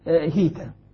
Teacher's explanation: نافع وابن عامر يقولون هيتة بكسر الهاء